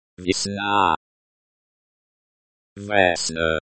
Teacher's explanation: Vesna, with the stress on the second syllable.